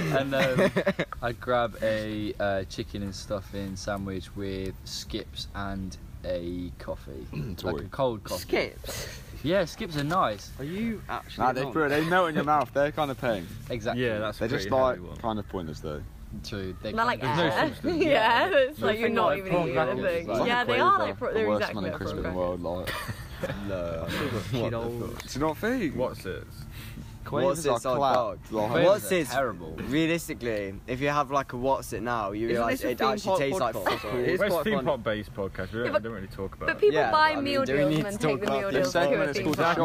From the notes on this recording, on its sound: On-Location at ALTON TOWERS. LIVE from the Enchanted Village at Alton Towers.